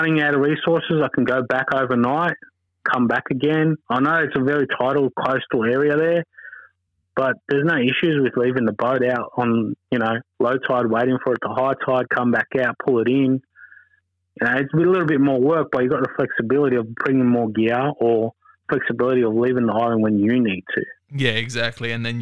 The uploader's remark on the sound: The phone calls captured during our recording session will be heard exclusively on the left side if you're using headphones or earbuds.